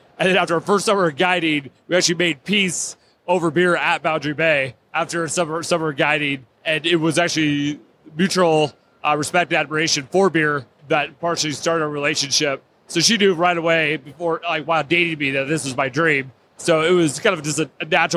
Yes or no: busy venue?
yes